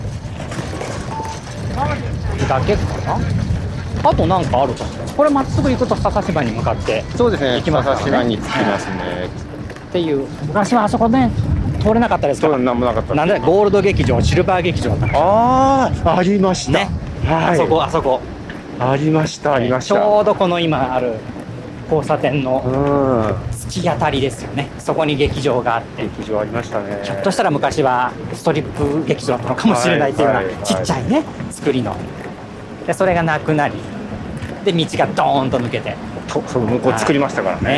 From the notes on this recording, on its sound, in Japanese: ロケ収録 モーニングを求めて名古屋駅西を歩く。